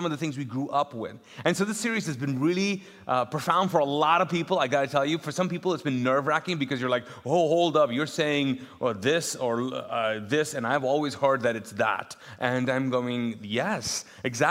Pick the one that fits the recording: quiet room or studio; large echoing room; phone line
large echoing room